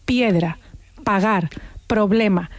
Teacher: nuestros escuchantes se darán cuenta que unen los labios · Term: bilabial